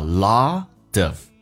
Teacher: have a lot 跟 of 有一个连音叫 lot of, T 变 D 这个发音